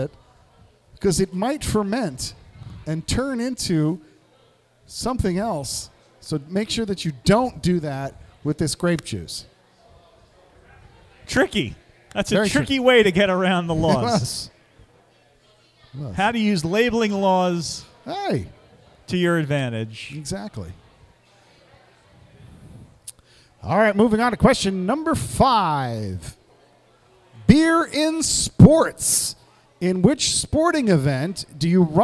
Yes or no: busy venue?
yes